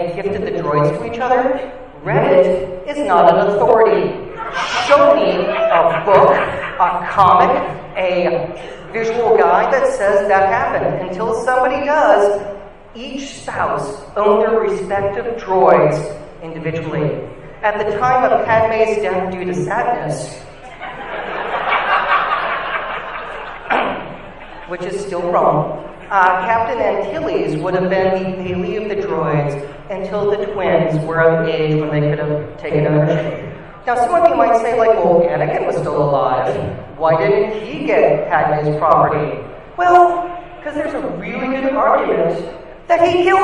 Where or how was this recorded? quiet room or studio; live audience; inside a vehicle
live audience